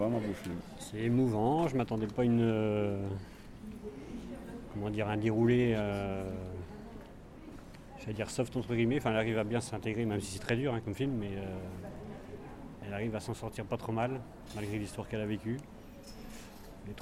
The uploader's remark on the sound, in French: Micro-trottoir